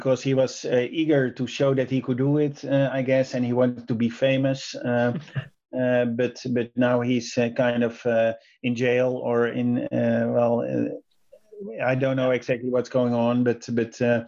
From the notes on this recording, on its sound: Via Zoom